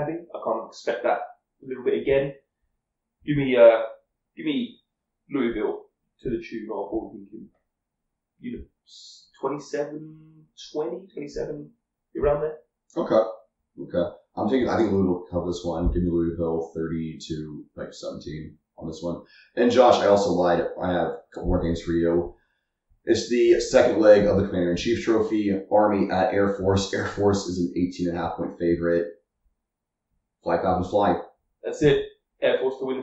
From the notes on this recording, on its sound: To film the first in-person pod of the year! Sorry for the audio quality, the apartment isn't exactly built for acoustics.